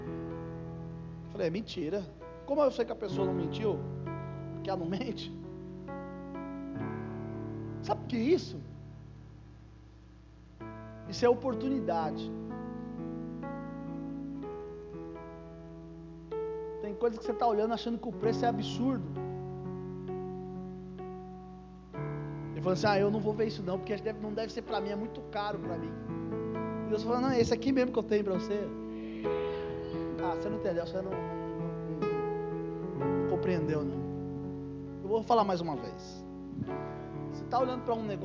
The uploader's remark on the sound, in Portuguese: Culto gravado em 04/02/2022 durante a celebração do culto. Durante a celebração do culto de cura e libertação.